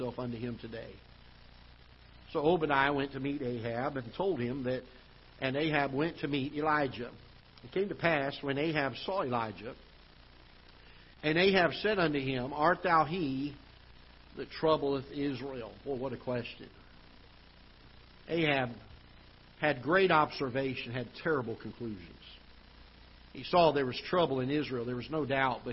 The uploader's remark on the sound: Ketha Heights Baptist Church ~ Live Broadcast